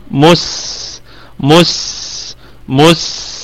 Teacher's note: طيب، قلنا الكلمة كلها مرققة، والميم في الدرجة الخامسة من درجات الغنة، ونراعي في السين الصفير والرخاوة. مس مس مس، ونتخلص أيضا من الضمة على حرف السين.